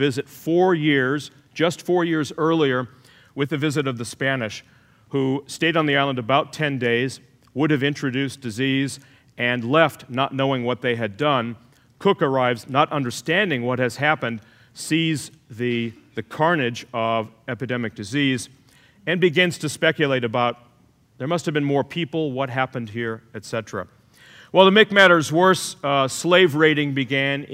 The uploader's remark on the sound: The authors present their case live in January’s SALT talk. Was given on January 17, 02013 as part of Long Now's Seminar series.